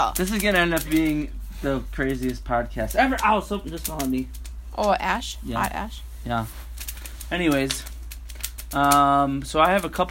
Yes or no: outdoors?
yes